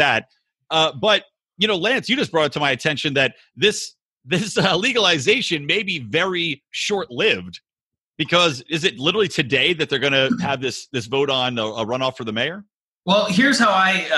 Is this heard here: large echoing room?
no